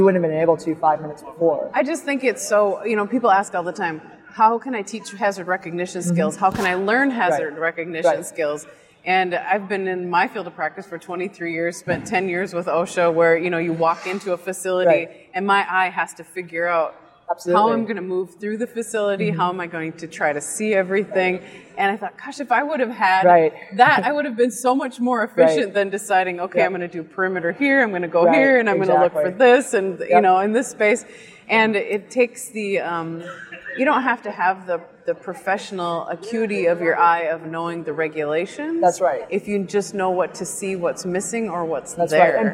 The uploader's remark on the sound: live on the Expo floor of the NSC Congress